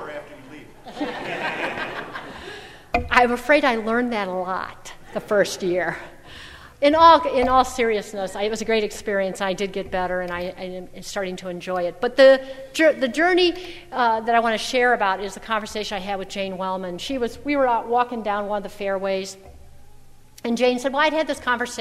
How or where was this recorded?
large echoing room